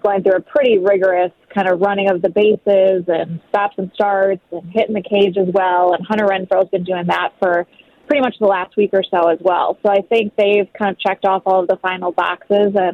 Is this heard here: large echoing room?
no